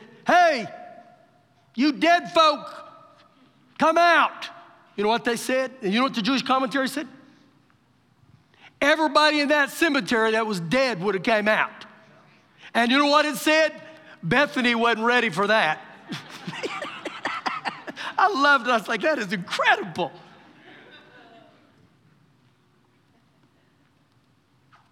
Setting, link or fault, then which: setting, live audience